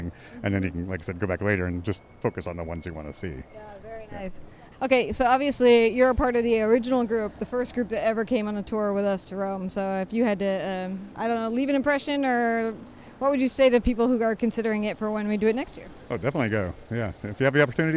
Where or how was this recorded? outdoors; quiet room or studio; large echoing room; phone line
outdoors